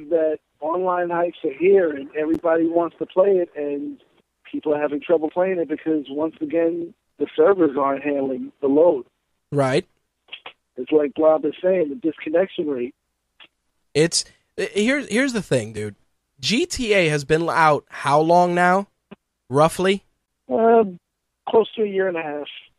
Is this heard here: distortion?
no